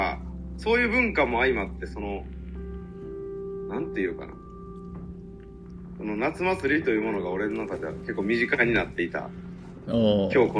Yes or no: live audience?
no